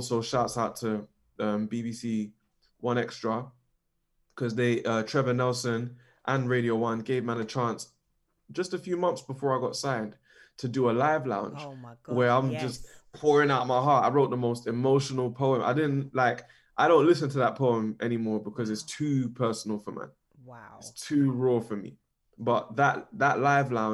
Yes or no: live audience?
no